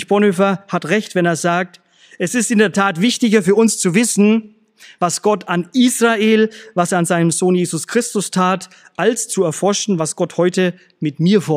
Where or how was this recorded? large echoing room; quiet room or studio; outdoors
large echoing room